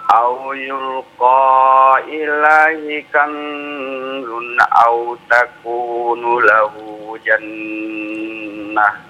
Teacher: Ikhfa-nya Bapak kurang ya. Kurang ditahan, tahan dulu selama 2 harokat ya.